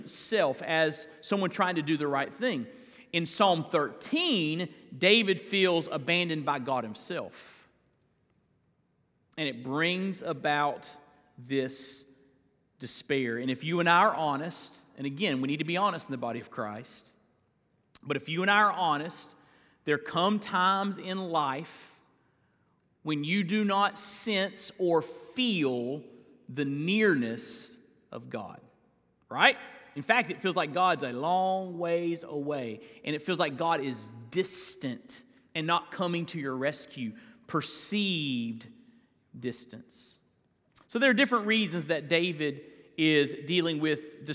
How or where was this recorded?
large echoing room